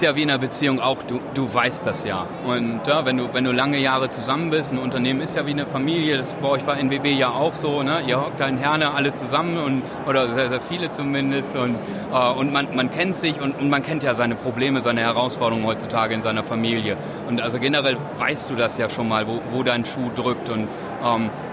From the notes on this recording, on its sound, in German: waren auf der Learntec in Karlsruhe und haben neben eigenen Eindrücken auch live einige Stimmen von Ausstellern eingefangen.